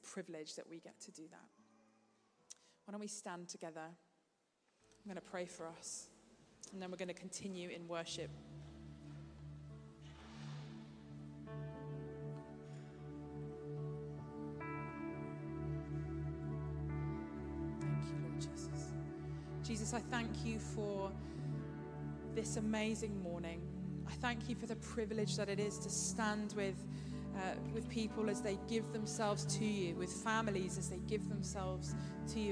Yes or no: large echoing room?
yes